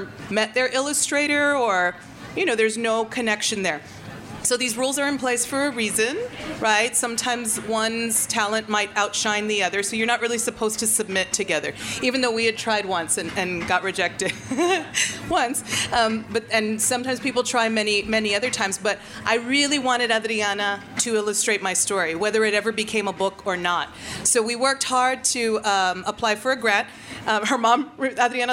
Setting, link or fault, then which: setting, live audience